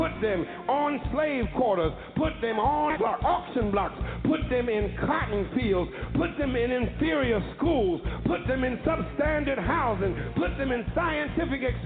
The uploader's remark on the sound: OPEN MIC Wednesday Night. Listeners who "call-in" via telephone.